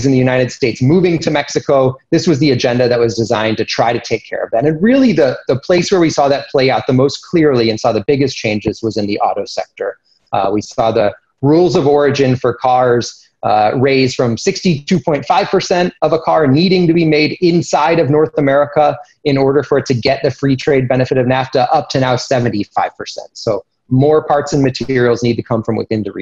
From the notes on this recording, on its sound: This presentation and interview are taken from a briefing we conducted over zoom.